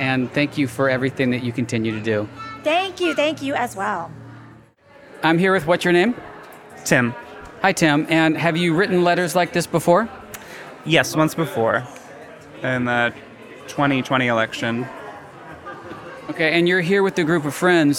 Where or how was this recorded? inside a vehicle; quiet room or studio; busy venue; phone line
busy venue